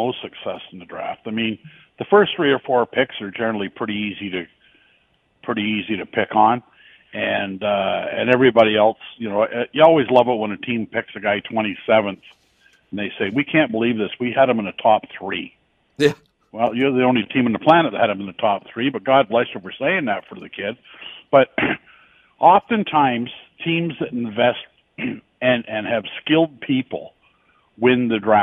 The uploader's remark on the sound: opens the phone lines to find out yours